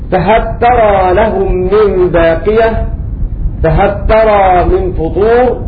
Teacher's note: أضغم لام هل في التاء فقط في هذين الموضعين وليس له إضغام في لام بل.